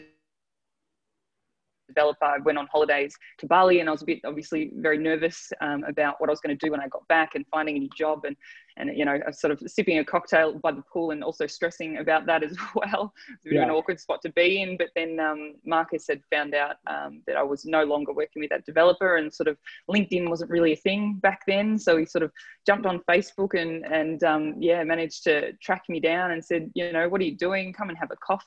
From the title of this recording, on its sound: ZOOMCAST